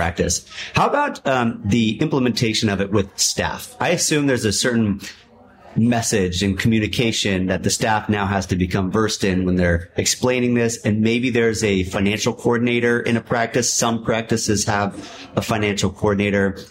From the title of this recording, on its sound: Live at MDIBS CEO Roundtable 2023